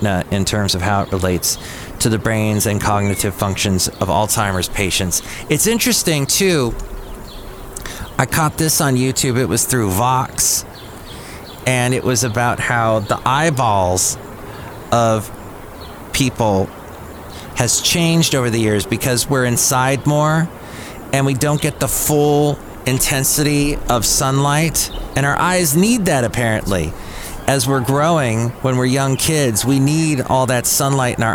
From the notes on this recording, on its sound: podcasts live from Cafe Anyway